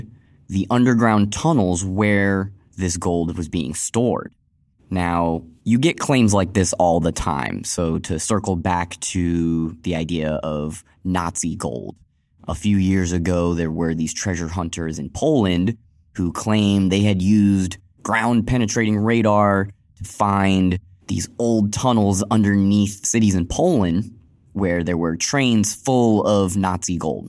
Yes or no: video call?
no